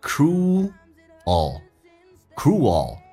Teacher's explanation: Cruel 这个单词只是残忍的，在这个残忍的世界是一种勇气。In 跟有一个连音叫 in, ina。Cruel,嘴巴凸出来收圆，长元音 oo, cruel,L 这个发音舌尖抬起来叫 cruel, cruel,舌尖靠向你的硬腭